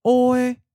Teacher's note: So this neutralized syllable is short and light, but at a high pitch. · Term: neutral tone